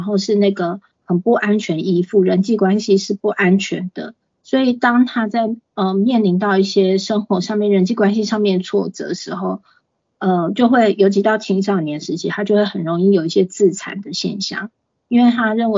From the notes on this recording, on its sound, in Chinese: 此為線上課程錄音檔